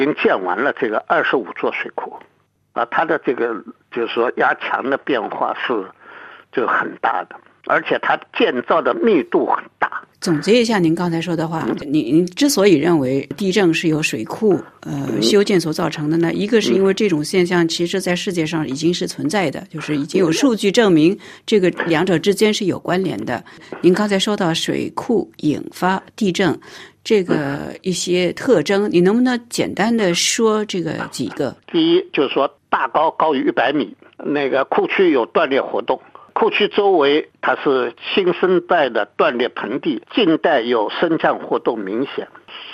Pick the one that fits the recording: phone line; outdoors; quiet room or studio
phone line